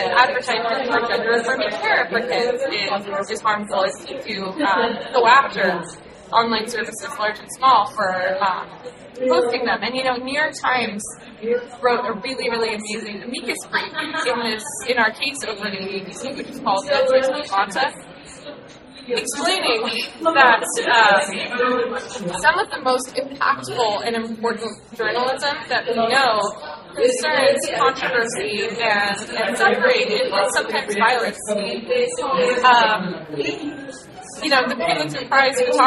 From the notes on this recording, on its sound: The Tech Policy Grind is bringing you to State of the Net 2024 Live! In this episode, we put together three conversations from our live recording at the conference.